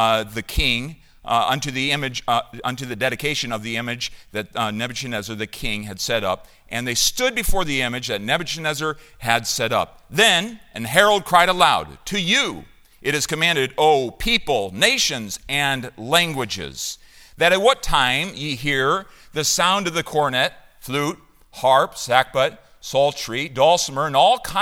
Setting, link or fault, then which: setting, large echoing room